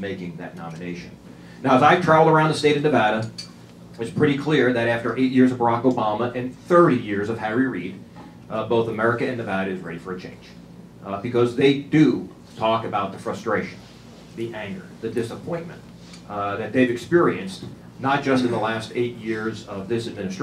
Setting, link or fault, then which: setting, busy venue